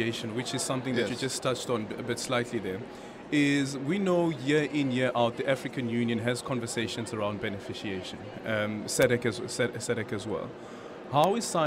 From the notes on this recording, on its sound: We continue our broadcast live from the World Science Forum at the Cape Town International Convention Centre. Stakeholders in the science field from companies to universities and government departments are gathering here.